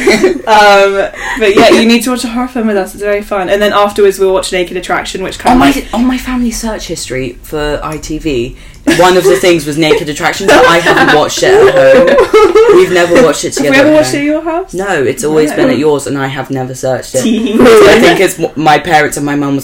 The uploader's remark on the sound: warning headphone users!!! this podcast is spooky and LOUD.